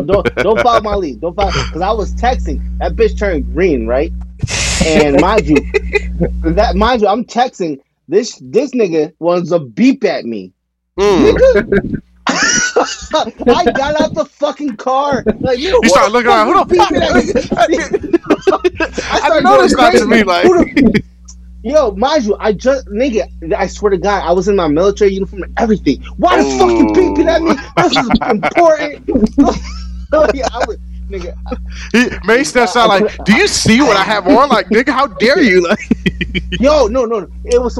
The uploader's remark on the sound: Sorry for the minor audio errors